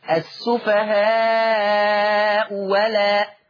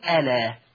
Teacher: ألا الهمزة الثانية مفتوحة، لما تيجي تقرأ تبدل الهمزة الثانية واو مفتوحة · Shown in: first take · Term: الإبدال